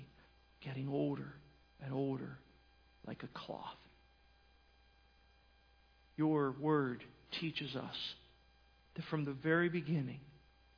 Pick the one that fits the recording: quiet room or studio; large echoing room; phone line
large echoing room